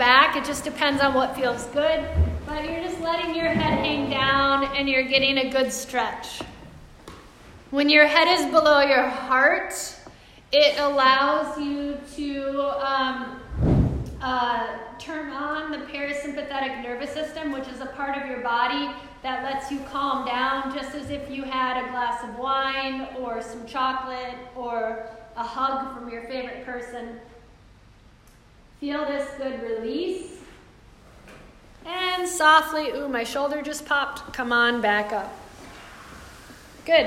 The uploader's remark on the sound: This is a live excerpt from ‘Strong Spirits Mindfulness & Movement' Chair Yoga Program for Any Age and Accessibility Level enrichment lecture for a group of professionals